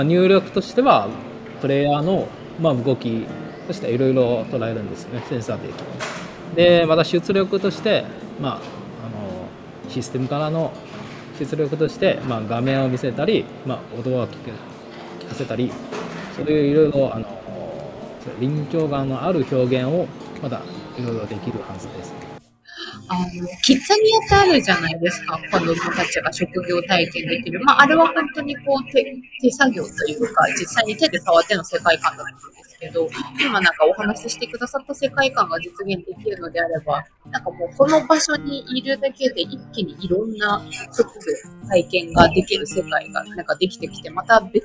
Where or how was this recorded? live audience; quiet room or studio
live audience